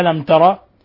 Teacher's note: قوله تعالى ألم ترى، ميم ساكنة جاء بعد حرف التاء، الحكم التجويدي إظهار شفوي، إظهار شفوي يعني الميم تظهر ولا تخفى عند التاء الميم الساكنة